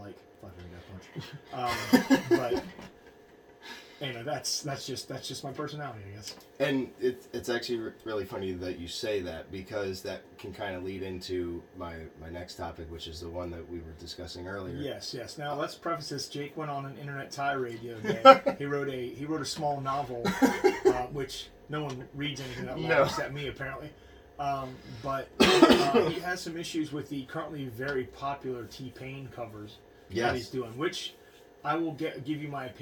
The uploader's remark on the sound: sorry about the less than 100% audio quality, we had a mishap with the recording and had to pull the sound from our video feed